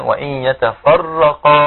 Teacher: نراعي أيضا أن نأتي بالراء مشددة على الوجه الصحيح حتى لا يأتي بدفع في آخر الكلمة، نقول وإن يتفرقا هكذا، فهنا دفع ولا تستقيم نطق الكلمة صحيحة.